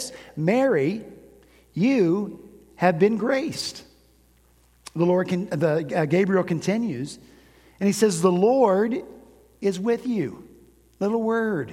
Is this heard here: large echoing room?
yes